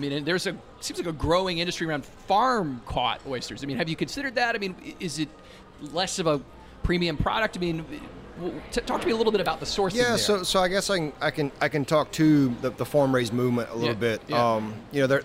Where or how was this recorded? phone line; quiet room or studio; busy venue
busy venue